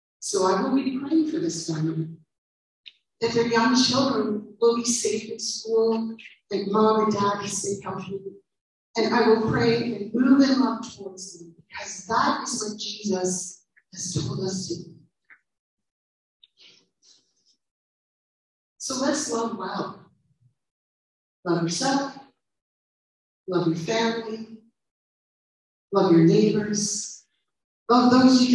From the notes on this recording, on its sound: We do apologize for the poor sound quality on this one - we are working the little sound gremlins out.